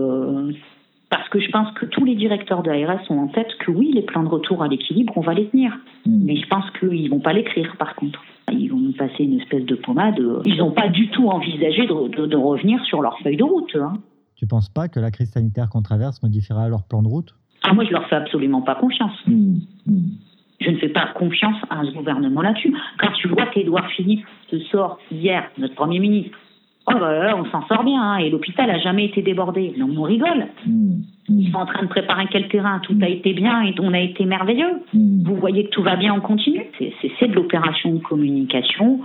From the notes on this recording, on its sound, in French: Entretien téléphonique réalisé ce 18 avril